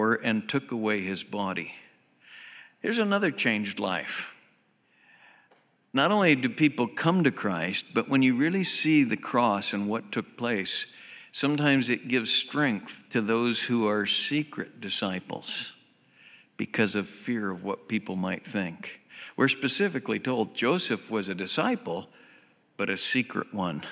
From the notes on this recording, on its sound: Southwest Bible Church in Beaverton Oregon